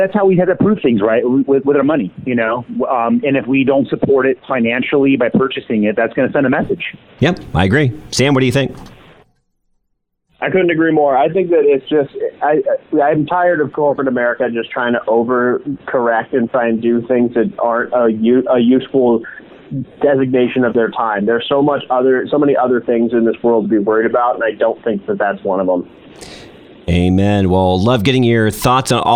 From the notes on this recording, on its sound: What happens when you cross a local radio host, with two dynamic phone calls (that are radio hosts themselves)?